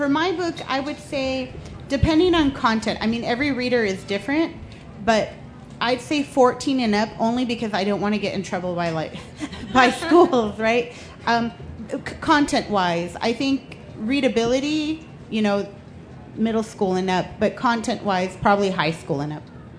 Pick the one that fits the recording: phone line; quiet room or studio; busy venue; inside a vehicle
busy venue